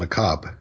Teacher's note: it almost comes off as a breath at the end · often they don't pronounce the last syllable at all